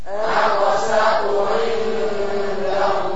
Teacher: a-nya tipis, qaf-nya tebal, sin-nya tipis, ta-nya tebal